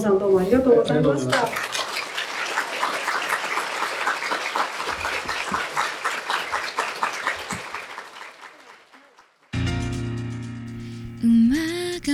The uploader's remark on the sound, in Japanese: 同館であったトークイベントの様子をすべてお届けします